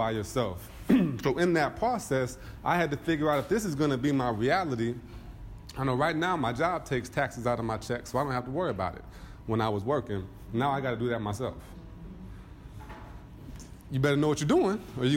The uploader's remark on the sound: a speech with the BBE network's annual conference